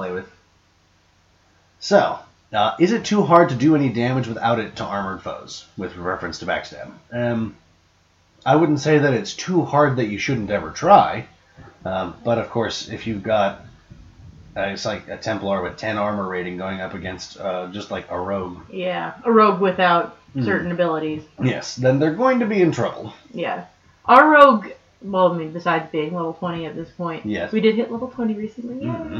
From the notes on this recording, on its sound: We apologize for the poor voice quality in this particular episode. We did not realize the wrong mic was being used until we finished the show.